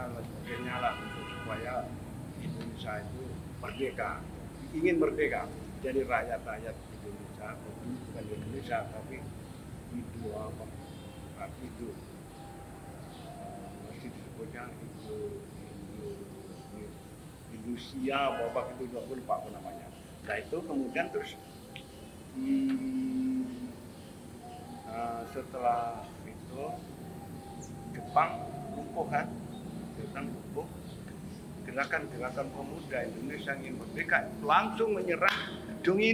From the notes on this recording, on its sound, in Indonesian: Wawancara di Museum gedung juang bekasi tahun 2016. (Mohon Maaf Gunakan Headset) Suara kurang jelas.